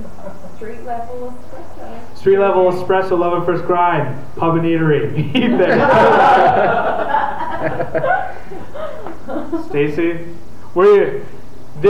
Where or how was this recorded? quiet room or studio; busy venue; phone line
busy venue